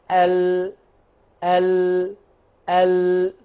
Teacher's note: اللام من ادنى الحافه لمنتهاها. ال، بستخدم الاثنين، بستخدم الحافتين.